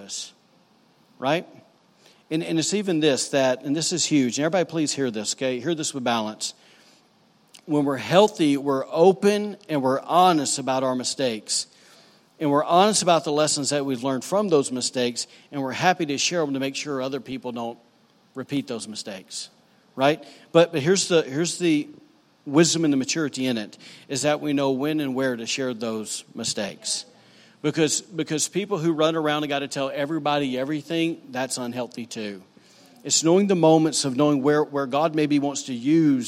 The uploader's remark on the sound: was recorded on Sunday, August 19, 2018, during services at The Anchor Church in Rockport, Maine.